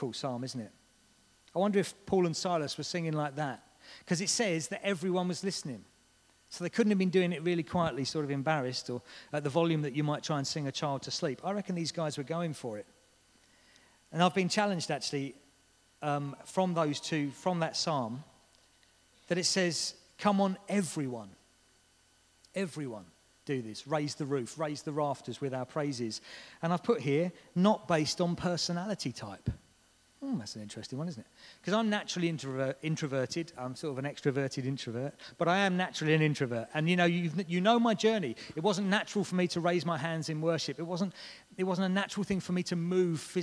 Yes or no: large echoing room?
yes